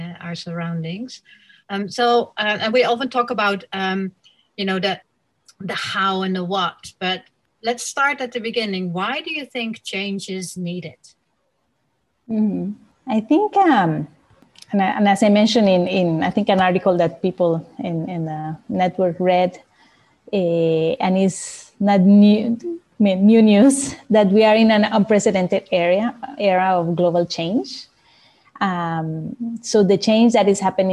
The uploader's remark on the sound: This week’s podcast utilises the audio from the webinar interview. From the AnimalConcepts platform.